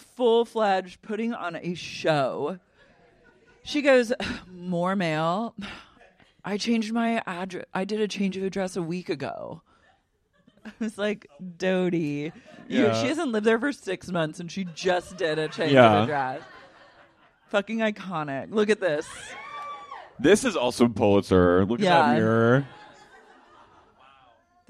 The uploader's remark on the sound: LIVE at Dynasty Typewriter Round II.